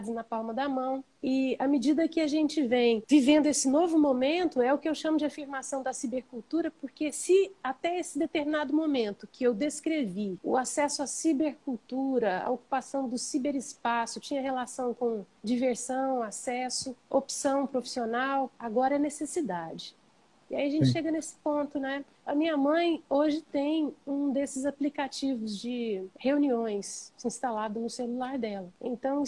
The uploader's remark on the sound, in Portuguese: ao vivo pelo Instagram